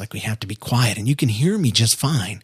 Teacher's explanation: you hear how my, my voice sounds breathy and, and you can tell I'm, I'm talking quietly, even though you can still hear everything I'm saying.